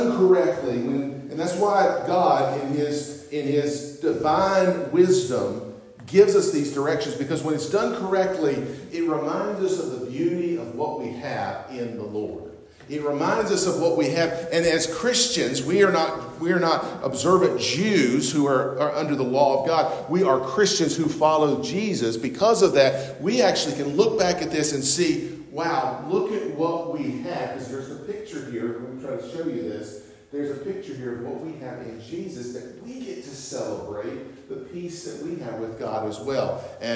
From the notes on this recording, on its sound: on Sunday, October 22, 2023 at North Beaver Baptist Church, West Jefferson, NC.